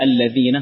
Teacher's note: الذين هذه زاي. لكن الصحيح الذين طلع لسانك · Term: الذال